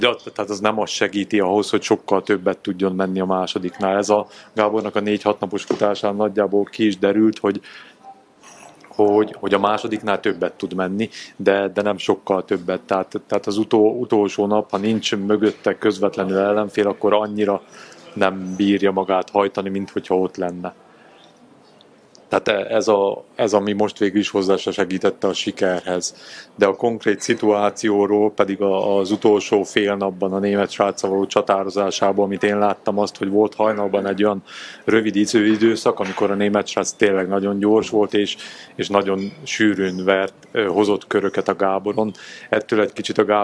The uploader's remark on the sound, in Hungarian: A felvétel helyszínét a MAD DOG CAFE biztosította